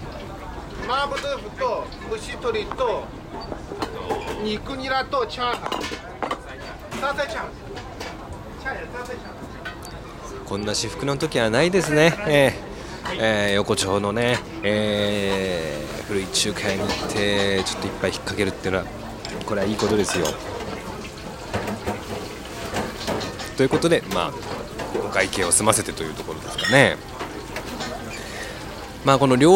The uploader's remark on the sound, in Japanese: きょうは、外録音声を中心にお届け。新宿西口は思い出横丁の町中華の料理風景を中心に音声をお届けです。岐阜屋』（中華居酒屋、新宿西口思い出横丁、2022年3月12日）。収録場所：東京都新宿区、東京都武蔵野市内。